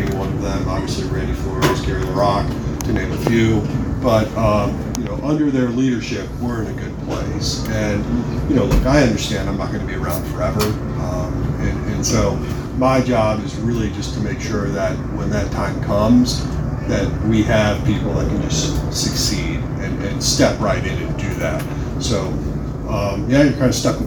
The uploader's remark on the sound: I'm releasing the audio from Cardinals Blogger Day at Busch Stadium. Sorry about the audio quality; the recording was done with my phone.